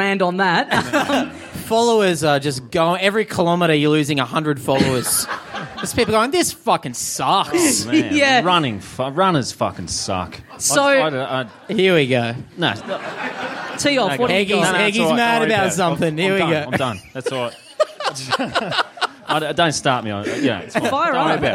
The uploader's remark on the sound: We're heading down for the first time for a live show in a small venue.